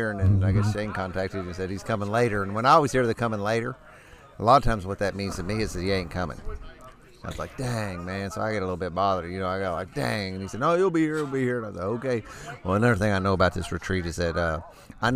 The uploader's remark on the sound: Live from the SPURT VI Retreat. This podcast contains 17 short interviews of the men who attended. On a beautiful May weekend in the forests of the Hoosier state.